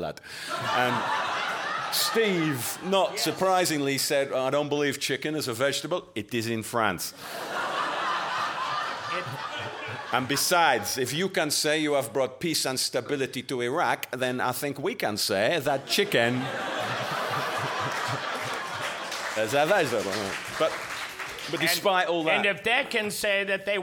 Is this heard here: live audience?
yes